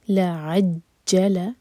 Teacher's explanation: لعجل عین حلق سے اور جیم سٹرانگ